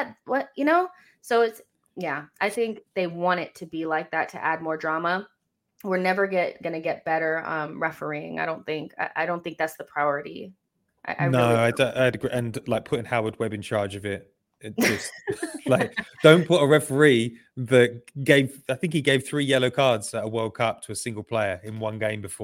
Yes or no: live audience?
no